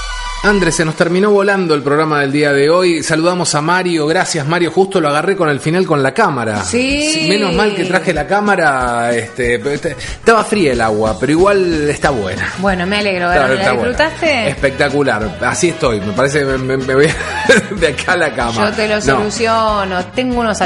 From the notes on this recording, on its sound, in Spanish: Portal Argentina transmite desde el Festival de Cine de Mar del Plata desde el hotel Merit.